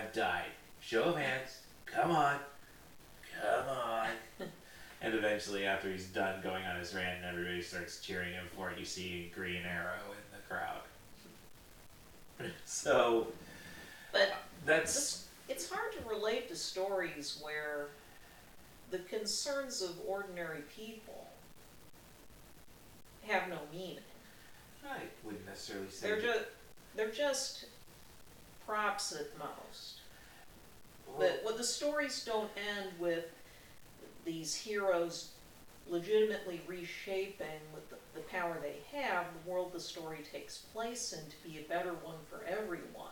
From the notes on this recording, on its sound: Too bad the mics were not set up ideally. The audio can be heard with a bit of static.